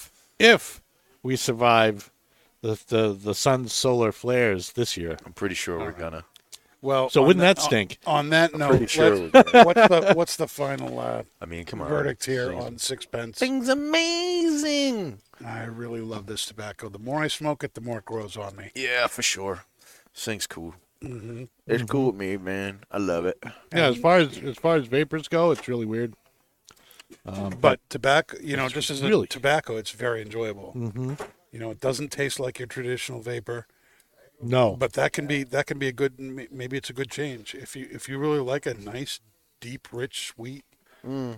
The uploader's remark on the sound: Recorded live from the 7-20-4 Lounge!